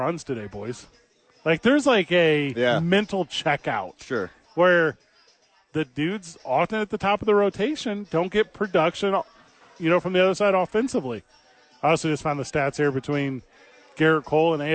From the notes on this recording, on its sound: Live from ABQ AXE!